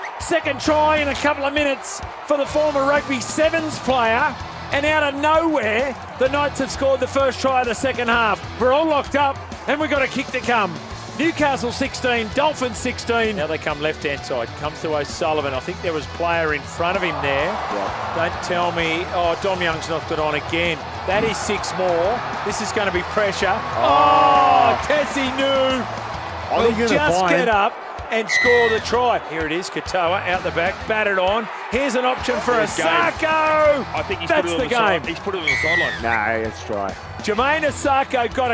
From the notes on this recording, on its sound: Live coverage from MacDonald Jones Stadium in Newcastle